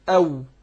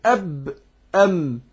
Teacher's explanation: لكن الواو تخرج بانفتاح، يعني تخرج من الشفتين لكن بانفتاح الشفتين · Shown in: first take